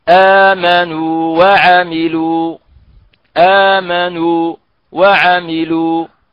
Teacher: آمنوا تخلصنا من الغنة وهي مضمومة طبيعة الحال، بمجرد ما ننطق بآمنوا ننتقل إلى المد ونتخلص من الغنة